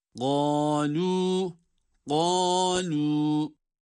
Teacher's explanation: Kaf kalın, lam ince. Qalû. Her ikisi de birer elif miktarı.